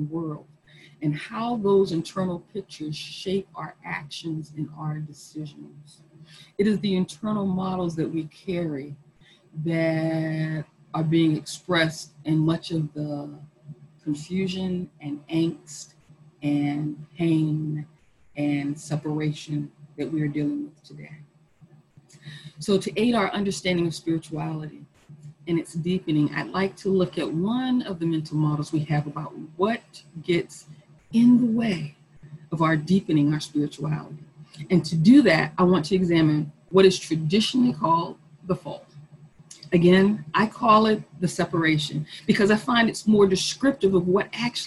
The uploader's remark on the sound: Our zoom streamed service